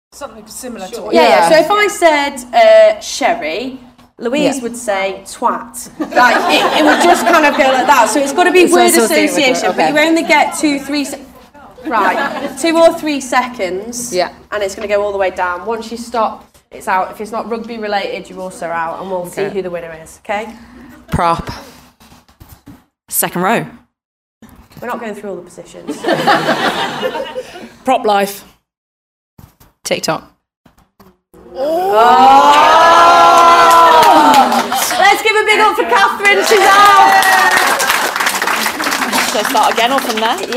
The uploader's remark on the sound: This is a LIVE panel discussion recorded at Avonmouth Claire’s RUFC in Bristol at the GrassRoots Festival.